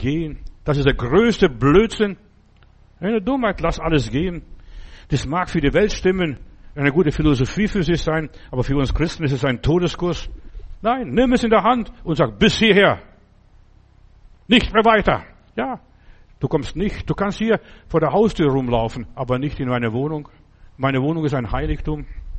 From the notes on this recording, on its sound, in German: im Gemeinde-Zentrum in Berlin aufgenommen